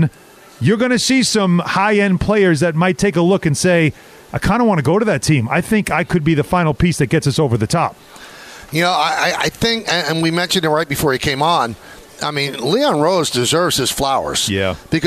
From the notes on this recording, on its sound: The show is live from UBS Arena